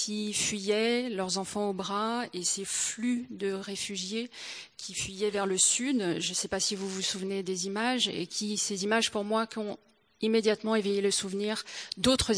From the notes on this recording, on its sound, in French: au Théâtre de Mâcon